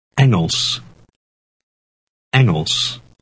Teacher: the beginning of the word is pronounced eng and not ing